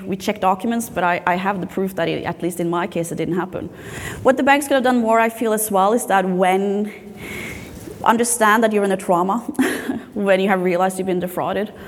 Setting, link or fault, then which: setting, live audience